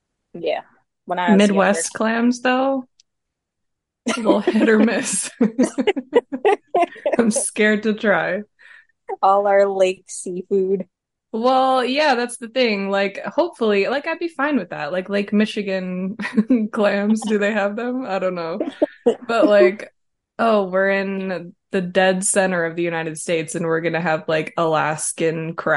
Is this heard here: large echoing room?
no